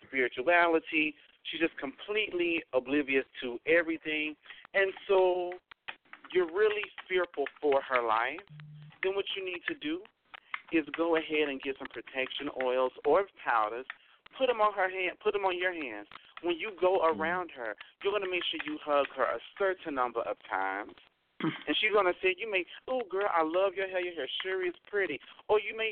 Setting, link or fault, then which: link, phone line